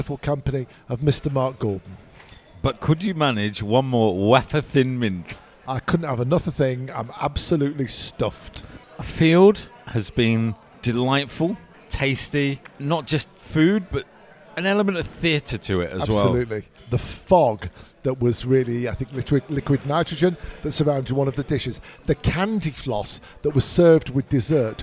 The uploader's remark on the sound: A thousand years of history in four distinct towns that eventually merged to create the capital of the Czech Republic. Bring you the sounds, sights and smells of this wonderful city.